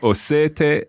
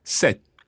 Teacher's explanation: So, o sete, and comparing that with sette. Slightly different vowel sounds, and of course, you're bouncing on that T in there · Shown in: second take